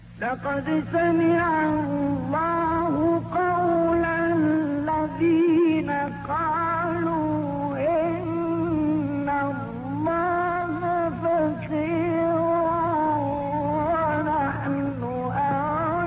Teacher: الآية 81 بعد 100 يقرأها بقرار وجواب مقام الصبا، وعند الإعادة عندما يتلو قوله تعالى ونقول ذوقوا، يقرأ جواب الجواب لهذه النغمة.